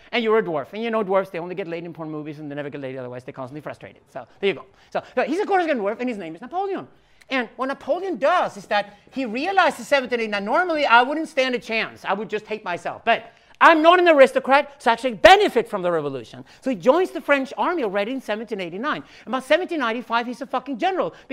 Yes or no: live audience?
yes